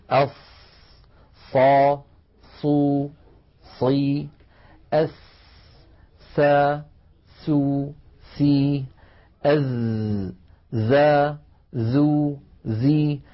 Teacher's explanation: هناك ثلاثة أحرف يا إخوة كان العرب إذا نطقوها خرج لها صوت فيه قوة شبهه العلماء بصوت صفير الطائر، وذلك في حرف الصاد وحرف السين وحرف الزاي · Term: الصفير